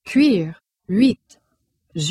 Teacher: This sound is pronounced like OU, but with the tongue kept close to the roof of the mouth. · Term: glide